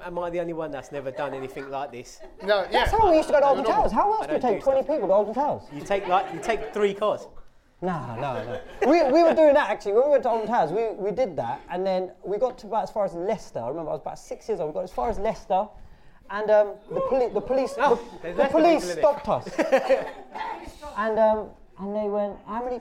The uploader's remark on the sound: The London Podcast Festival 2019. Were invited to do their podcast live in front of a sold out crowd...